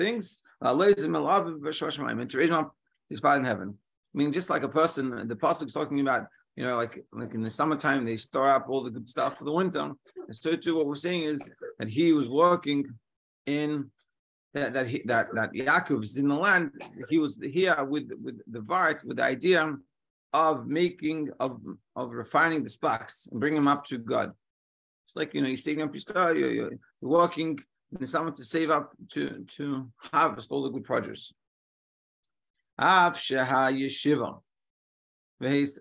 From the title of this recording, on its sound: Daily Zoom Shiur